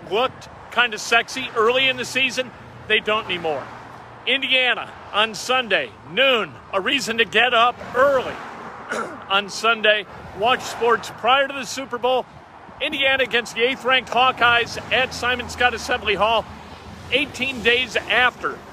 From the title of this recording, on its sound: LIVE from "Largest Super Bowl Party" site in Tampa!